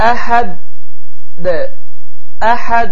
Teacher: Qalqala sözünün mənası təzdik deməkdir. Yəni hərfi oxuduğumuz zaman hərfin deməli üzərinə bir baskı yapılır və hərfin səsi dayandırılır və sonra isə təzdən tələffüz olunur.